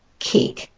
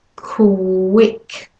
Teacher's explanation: It is important that you make sure you put your lips forward properly for the w and don't miss it out. · Shown in: second take · Overdo the lips forward movement for the w if you have to at first, to make sure you're saying the qu properly. · Overdo the lips forward movement for the w if you have to at first, to make sure you're saying the qu properly. Don't leave the w out as your mouth goes to the vowel after it. So it's not kick, but quick. · Term: qu sound